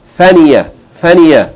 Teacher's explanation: ya is not elongating the kasra. It's a consonant of its own.